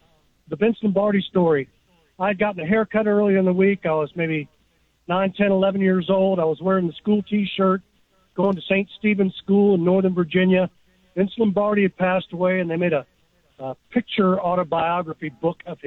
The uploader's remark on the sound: taking your phone calls